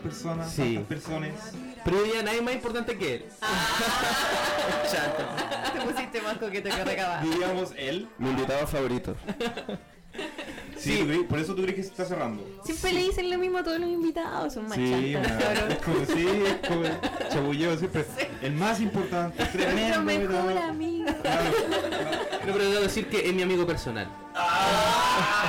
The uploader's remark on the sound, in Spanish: Pedimos disculpas por el problema de saturación de sonido que hay en el primer bloque. Desde el segundo bloque en adelante ya está corregido.